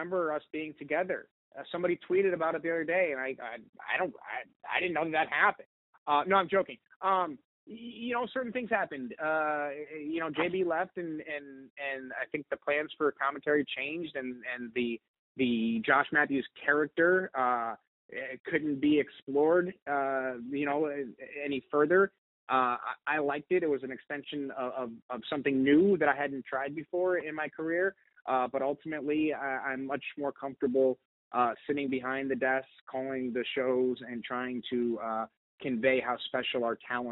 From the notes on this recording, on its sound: Media Teleconference Interview.